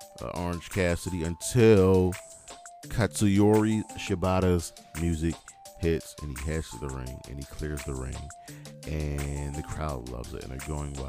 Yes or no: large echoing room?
no